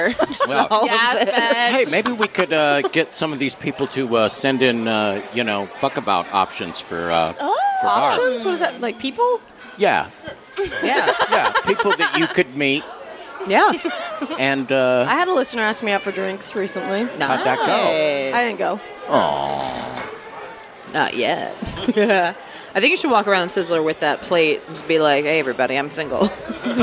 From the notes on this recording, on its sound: Live from Sizzler! LIVE from The Sizzler in Eagle Rock, CA.